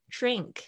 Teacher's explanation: 注意一下，n k 这个声音是发后舌音